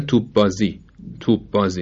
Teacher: ببینید اینجا پ در ب به اصطلاح تجوید ادغام شده، یعنی پ رو تلفظ نکردیم، به جاش ب رو مشدد تلفظ کردیم